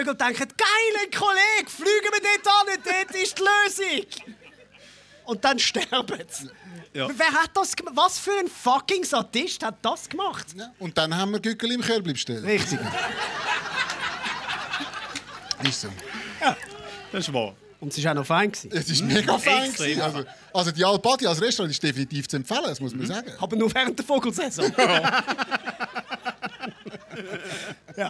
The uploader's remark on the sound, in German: Die Quotenmänner live aus Kreuzlingen – mit Publikum!